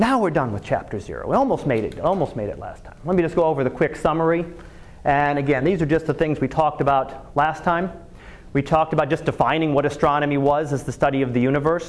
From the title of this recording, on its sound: Live Class Lecture